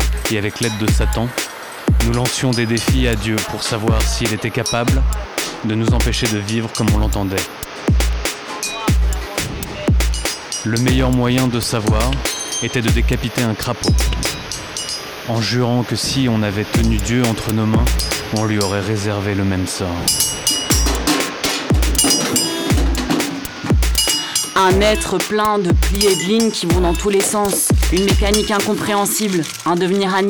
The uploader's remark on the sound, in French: Créations sonores collectives semi-improvisées réalisées en direct et encadrées par rAAdio cAArgo , durant Utopie Sonore 2018